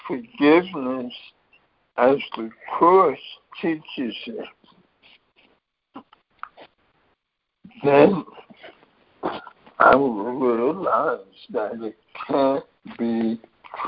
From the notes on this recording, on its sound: ACIM Daily Conference Call